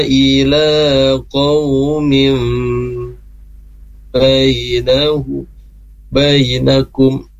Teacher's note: ada tanwin bertemu dengan huruf ba, yaitu di situ iqlab ya, gunnahnya ditahan dulu ya, ditahan dulu, jadi tidak ila qaumin bainakum wa bainahum misa.